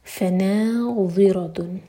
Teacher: ذو کے لیے ہماری زبان اوپر والے دانتوں کو ٹچ کرے گی، تھوڑی سی ٹپ باہر ہوگی اور منہ بھر کپڑا جائے گا، ہیوی لیٹر.